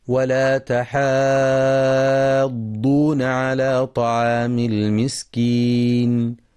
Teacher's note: وفي قوله تعالى ولا تحاضون على طعام المسكين في كلمة تحاضون ينتبه القارئ لمد الحاء مدا لازما مشبعا ست حركات